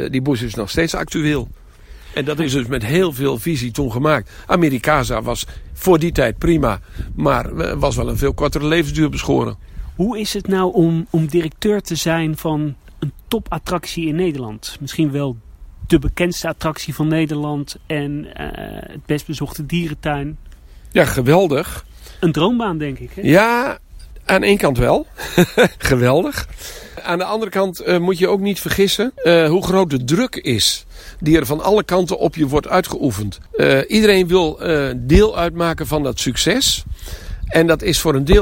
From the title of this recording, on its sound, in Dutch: Wandeling door het Noorder dierenpark